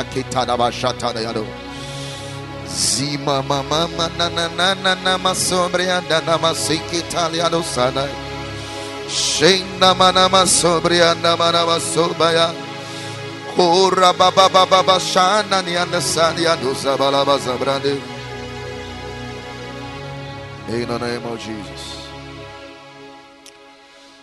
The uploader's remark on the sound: Preached at the Sunday Service